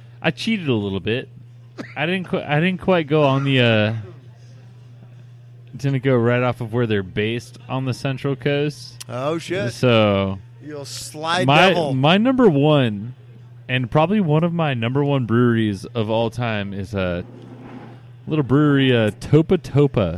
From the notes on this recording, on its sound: We go live for the first time at the Mission Oaks Cafe in Camarillo, CA